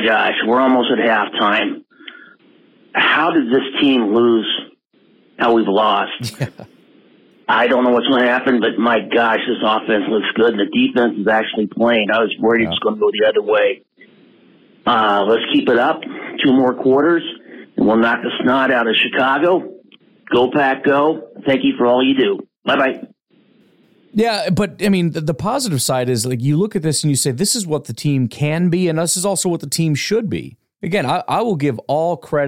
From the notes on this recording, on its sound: Fans call in with their passionate reactions